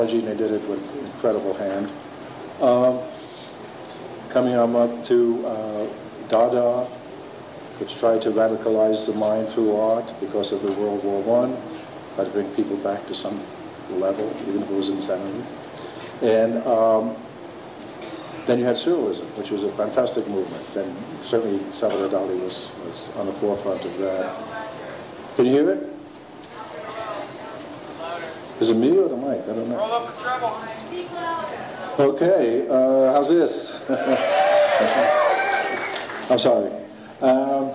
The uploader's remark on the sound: This program is part one of the Art Panel presentation for the Palenque Norte lectures at the 2006 Burning Man festival.